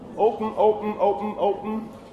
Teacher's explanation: You basically have you close your lips. And during the N part of the word, the lips are still closed. · Term: syllabic nasal